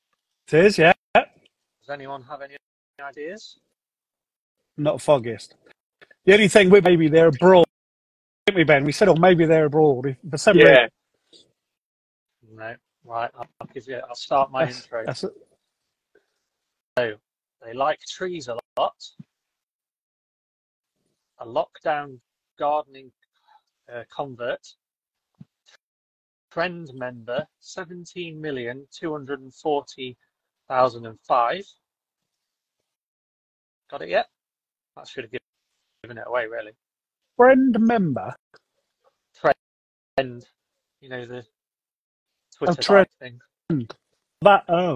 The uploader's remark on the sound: Todays episode is from a rainy Tuesday in September last year, where we toured around Gold Medal winning garden designer of a Beautiful boarder at Gardeners World Live. The audio and video at the start of the podcast is a bit glitchy but it does sort itself out after 10 minutes or so!